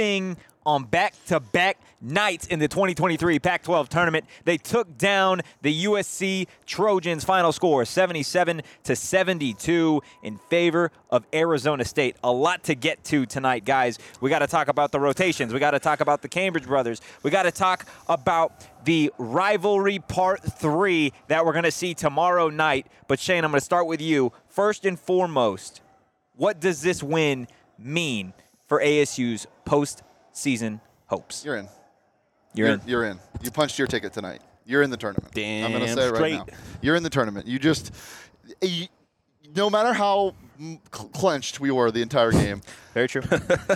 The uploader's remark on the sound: live from T-Mobile Arena in Las Vegas